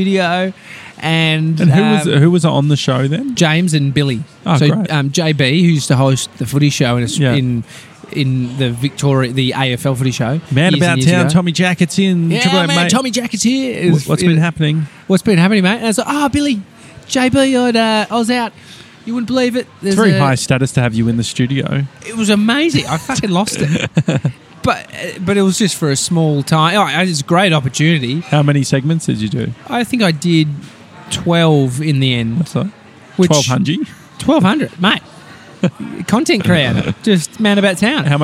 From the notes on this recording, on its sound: we're live from Donut King in Rowville!